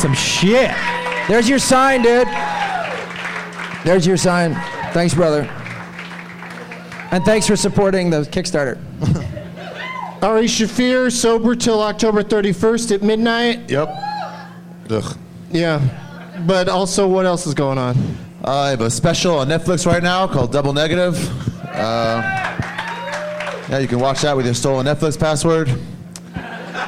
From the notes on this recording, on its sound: Live from the All Things Comedy Festival in Phoenix